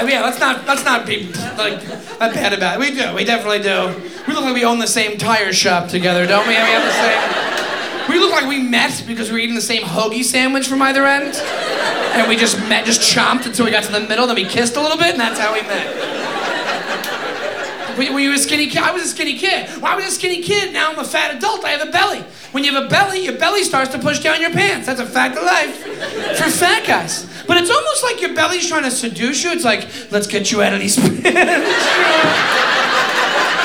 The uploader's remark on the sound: Recorded at the Comedy Club on State in Madison, Wisconsin